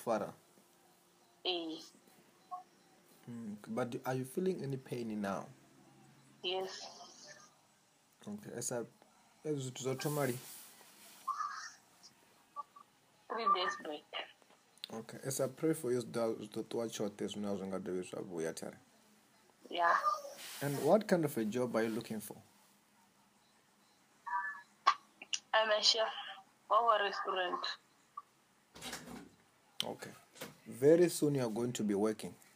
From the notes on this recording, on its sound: over the phone